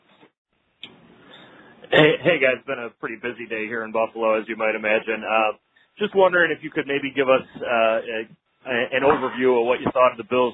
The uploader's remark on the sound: NFL Draft Conference Call